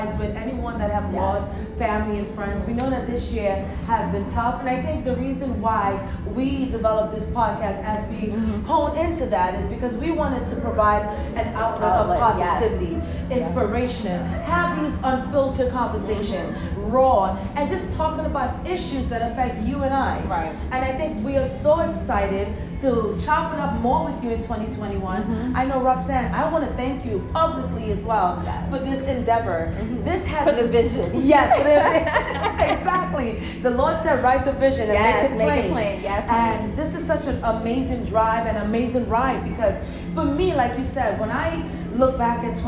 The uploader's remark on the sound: The ladies will record live at The Edge, one of the highest outdoor sky decks in the Western Hemisphere, with a one-of-a-kind design. It’s suspended in mid-air, giving you the feeling of floating in the sky with 360-degree views you can’t get anywhere else.